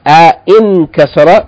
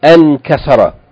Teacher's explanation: the hamzatul wasl with its kasra is omitted. It's deleted, it's not written, and it's not pronounced. · Shown in: second take · Term: hamzatul wasl is omitted